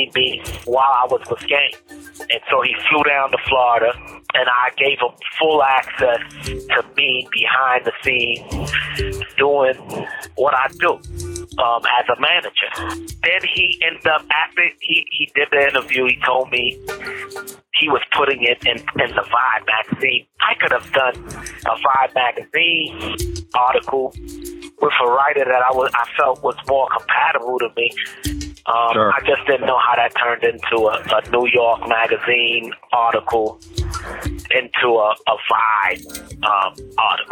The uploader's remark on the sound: This Bonus Episode contains unedited phone calls.